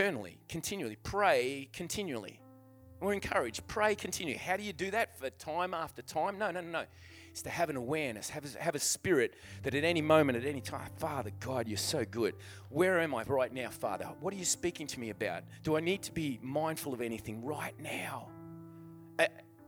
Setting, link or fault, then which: setting, large echoing room